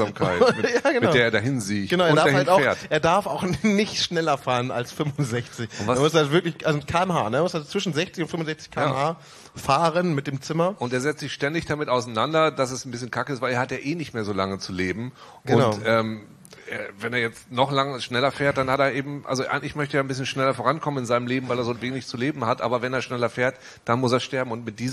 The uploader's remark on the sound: Live in Dortmund.